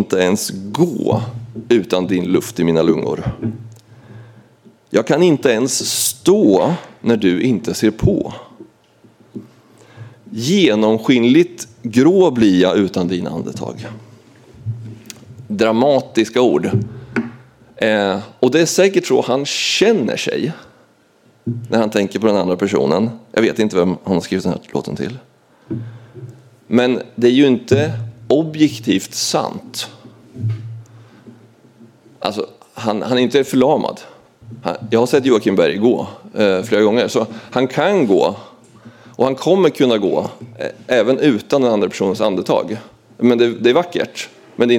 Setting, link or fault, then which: setting, large echoing room